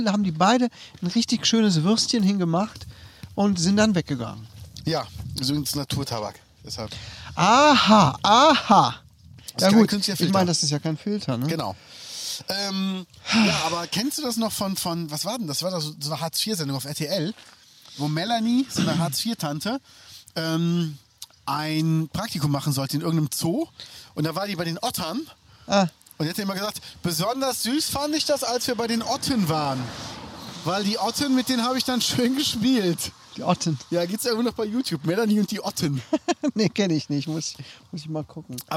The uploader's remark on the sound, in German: Outdoor Spezial